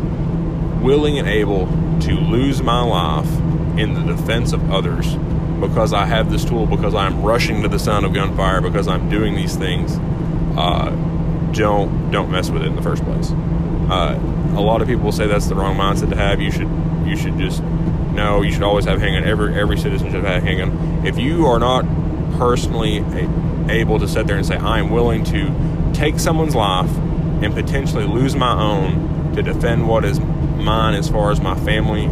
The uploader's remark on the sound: Was recorded in truck on my way to work this morning so i apologize for any audio quality issues.